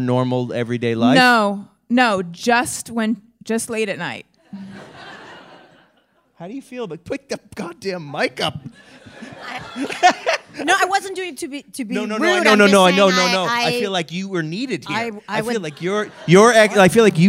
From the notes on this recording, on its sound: Live from Sketchfest! Special STEREO release! Onstage live from the Gateway Theatre in San Francisco!